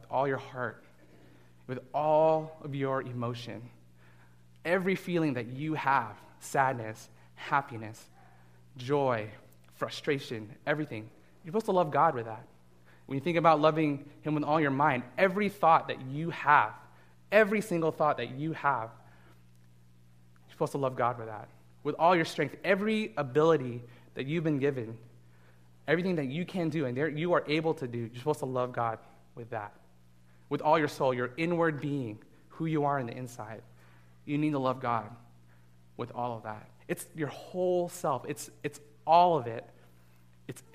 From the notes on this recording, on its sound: Delivered this message as a guest speaker at Fellowship Church of Burbank.